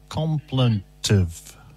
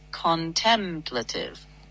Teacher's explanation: It's contemplative, usually pronounced contemplative, four syllables with the stress on tem · Shown in: second take